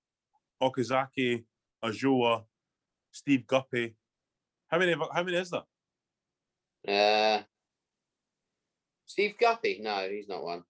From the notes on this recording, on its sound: Welcome - this weeks podcast is over zoom as we didn't have a chance to get to the pub!